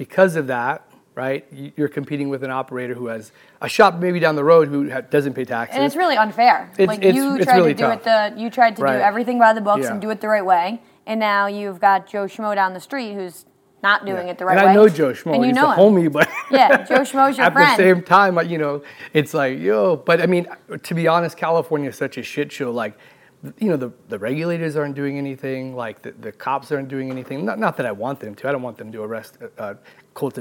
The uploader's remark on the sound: Live from MJBizCon 2023 in Las Vegas